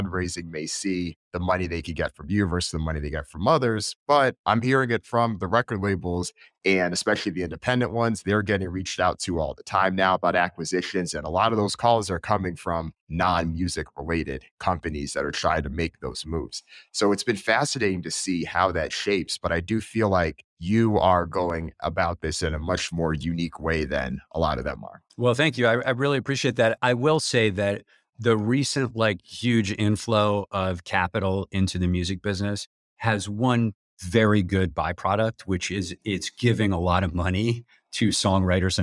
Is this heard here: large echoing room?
no